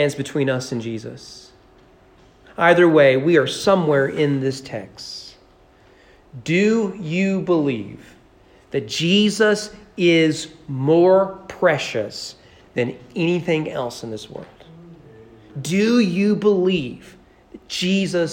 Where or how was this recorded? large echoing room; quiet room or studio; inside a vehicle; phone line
large echoing room